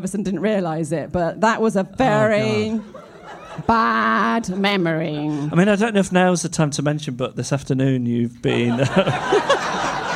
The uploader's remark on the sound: LIVE in London. Live at The Drum Labs, London 18/02/2024.